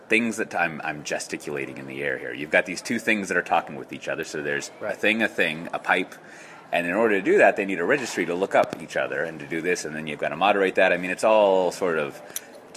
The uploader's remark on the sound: Live to Tape from DellEMCWorld